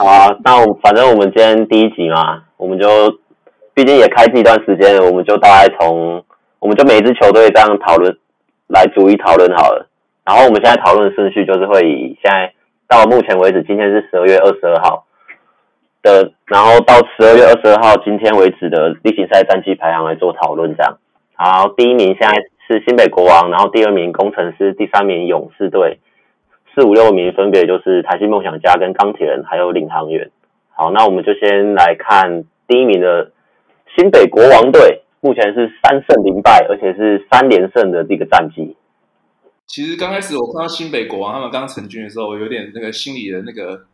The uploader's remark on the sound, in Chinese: 本集為我們第一次錄製，錄音品質還沒有很好，請多多包涵。